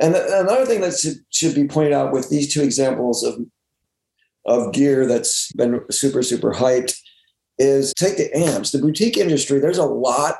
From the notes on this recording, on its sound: Mythical Gear (remote Zoom).